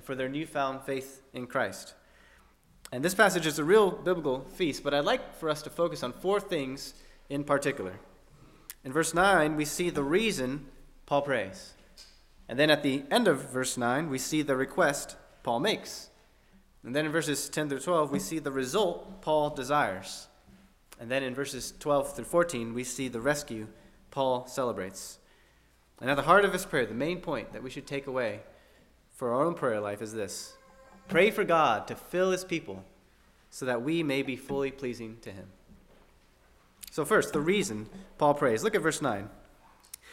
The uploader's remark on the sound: at First Baptist Church in Delphi, Indiana